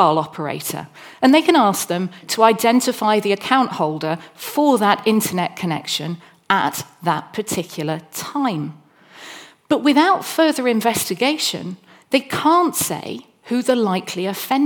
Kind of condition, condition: setting, large echoing room